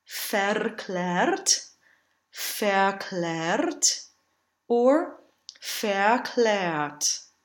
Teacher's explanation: But both of these R's could either be rolled or reduced to this upside down a vowel.